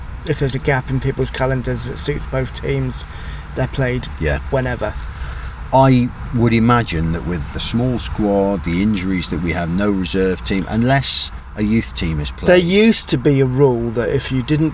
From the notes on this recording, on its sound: In the car studio. Stuck in a crowded Seale Hayne car park.